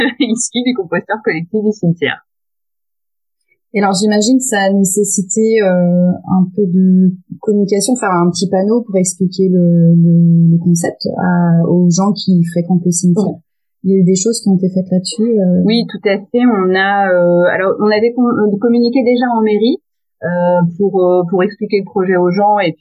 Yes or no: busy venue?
no